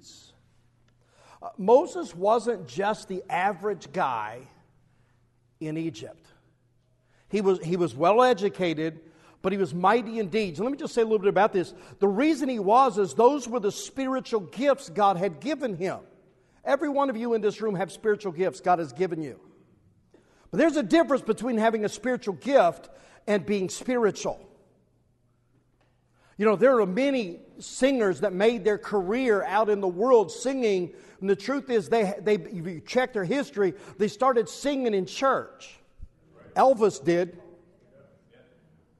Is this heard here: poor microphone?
no